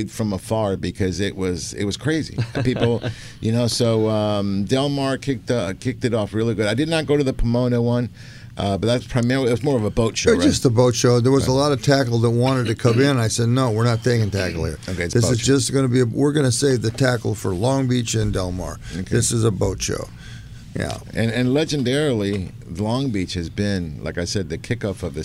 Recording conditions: busy venue